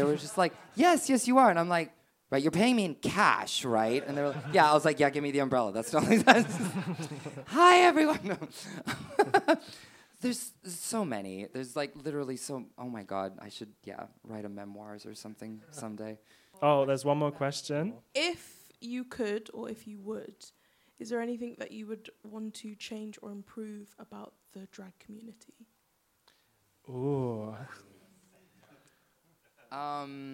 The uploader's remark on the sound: Full performance and interview recorded live at Above The Stag Theatre.